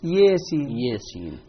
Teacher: أمال الألف من كلمة ياسين فيقرأها ياسين